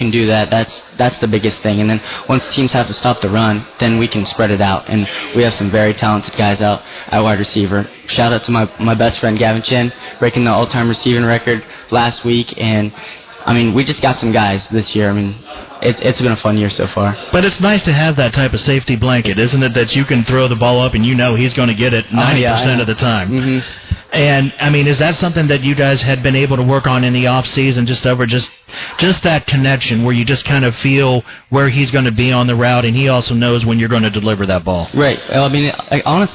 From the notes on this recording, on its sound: Broadcast live from Shipp Brothers Brewing in downtown Newark. The Licking County Locker Room is broadcast live from Shipp Brothers Brewing in downtown Newark.